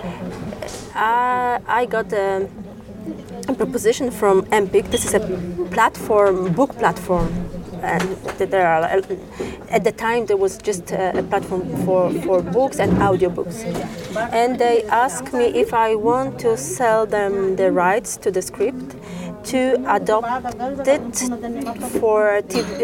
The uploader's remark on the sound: We recorded this in a hotel lobby, so the audio may not be as clean as I would like it to be